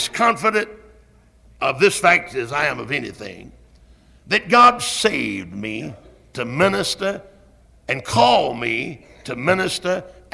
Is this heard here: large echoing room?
yes